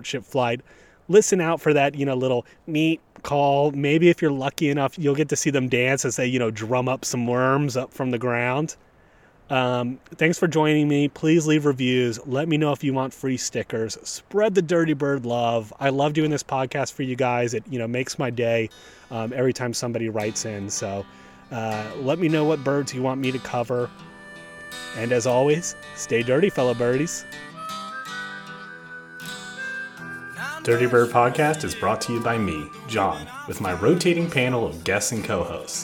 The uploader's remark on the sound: Recorded on a breezy day in First Landing State Park, even a fox stops by to listen!